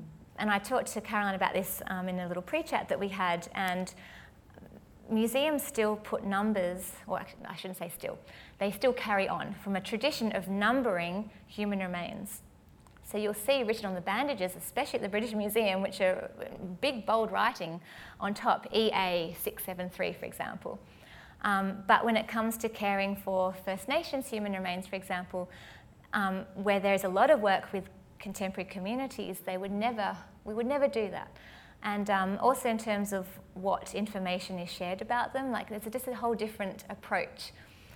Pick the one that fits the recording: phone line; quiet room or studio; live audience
live audience